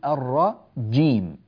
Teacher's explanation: صوت الجيم انفجاري كما يعبر علماء الأصوات